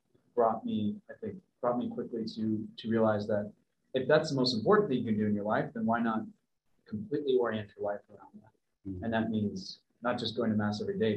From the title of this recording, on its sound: Live Webinar